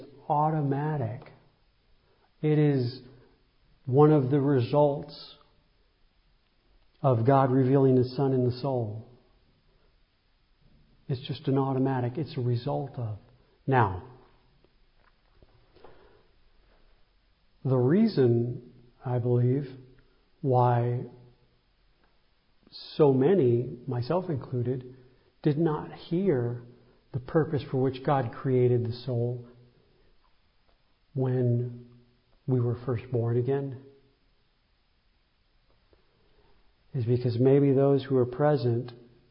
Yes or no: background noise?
no